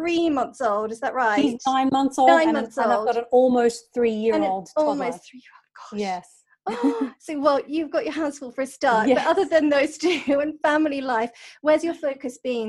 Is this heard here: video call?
yes